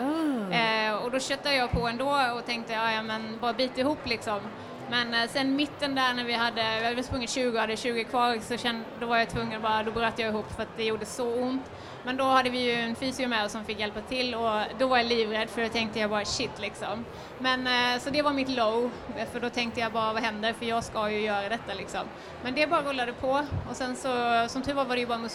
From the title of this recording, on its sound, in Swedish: Live från Asics STHLM Marathon